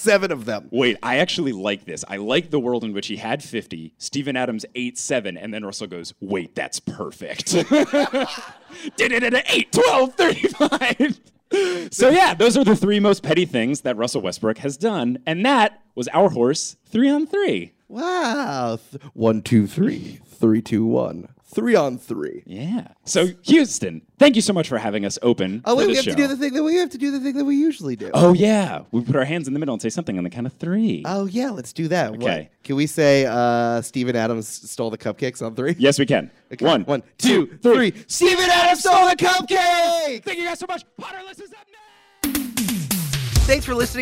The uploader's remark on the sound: Live from Houston